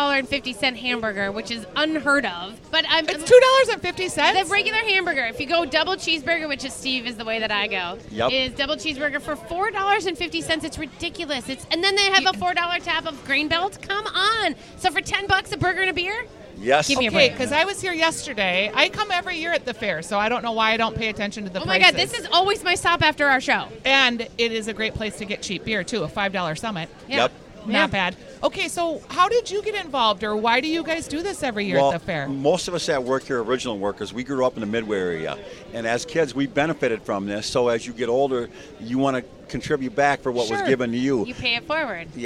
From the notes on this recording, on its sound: Live from LuLu's Public House Patio. After two record-breaking Minnesota State Fair Days.